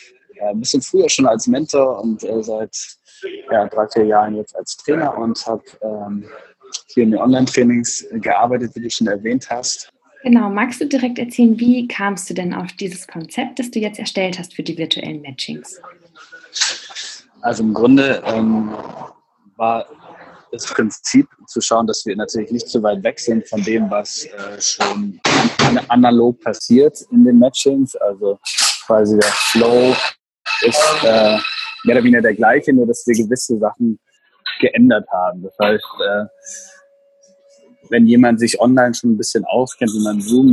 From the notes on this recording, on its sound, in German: Weil das Hotel-WLAN nicht gut genug war, haben wir das Interview in einem Café geführt. Hört Ihr leider ein paar Hintergrundgeräusche.